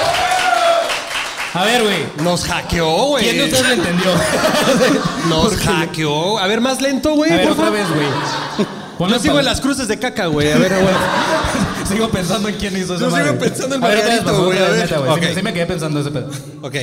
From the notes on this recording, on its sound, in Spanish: La Matrix y cómo salir de ella (En Vivo Guadalajara). Show en vivo en Guadalajara.